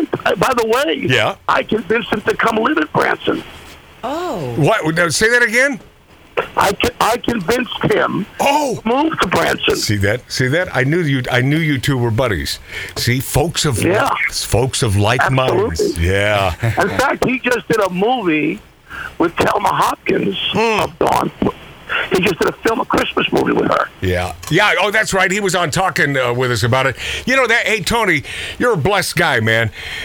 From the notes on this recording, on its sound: A surprise phone call